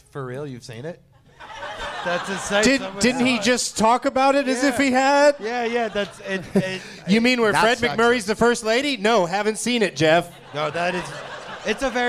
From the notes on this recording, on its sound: Live from the Helium Comedy Club in Portland, OR